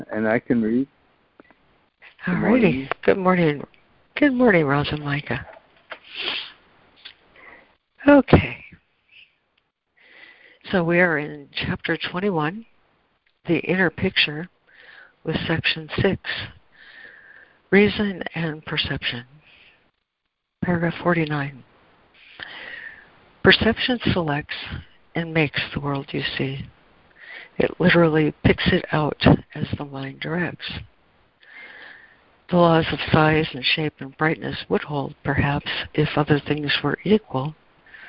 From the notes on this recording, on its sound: ACIM Daily Conference Call.